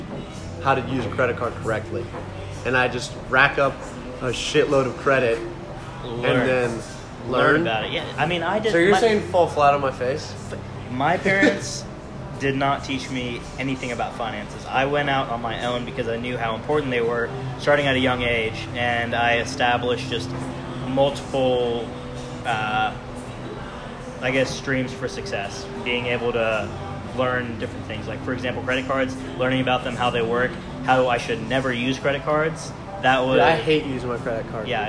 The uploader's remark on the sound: Sit outside of Marlow's Tavern and just hit record. We decided to shoot an episode while we just chatted at lunch together.